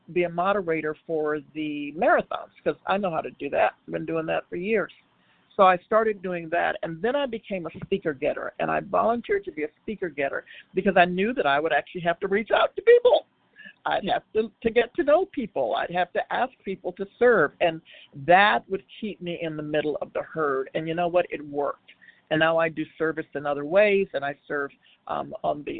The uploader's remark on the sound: from the 100 Pounders Phone Meeting, 8/5/23